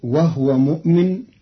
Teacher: قرأ قالون كلمة وهو بإسكان الهاء